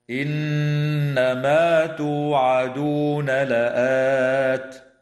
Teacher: تغن النون في كلمة إن بمقدار حركتين